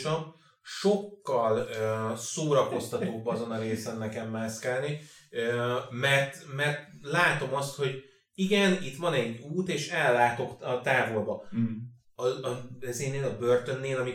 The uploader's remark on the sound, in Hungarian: Az adás az utolsó felvétel volt a régi helyszínen, azért az üres háttér, és az esetleges hangvisszhang, ezért elnézést